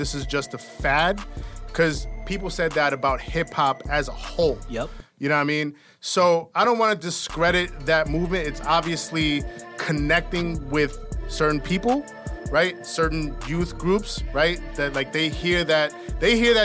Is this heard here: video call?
no